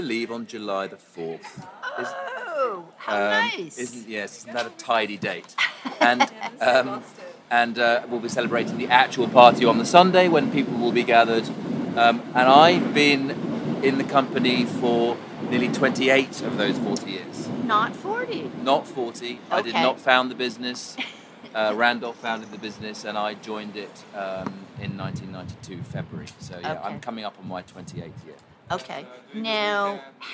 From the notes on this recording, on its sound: on location in London this week, for Neals Yard Dairy 's 40th birthday party!